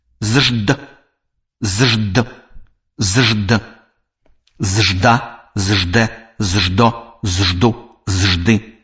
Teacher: звонкі зычны «д», пры вымаўленні якога язык шчыльна прыціснуты да верхніх пярэдніх зубоў і альвеол